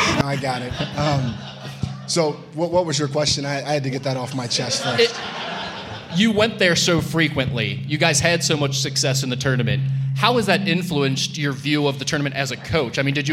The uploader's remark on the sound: Musketeer Report Live from Dana Gardens